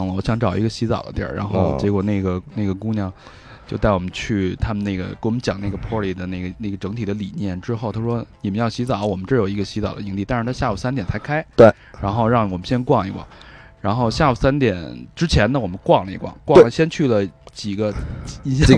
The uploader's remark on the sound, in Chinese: 我们用 8 天的时间在内华达沙漠黑岩城完成本期火人节节目的录制